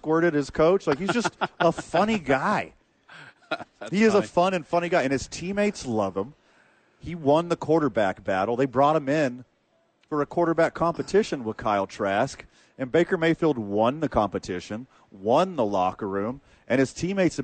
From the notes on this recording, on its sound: live from The Duke Store